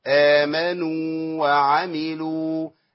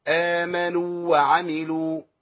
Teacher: لو قللت زمن المد يبقى أنا دخلت الواو في الواو · Shown in: second take · وده لم يقرأ به النبي صلى الله عليه وسلم.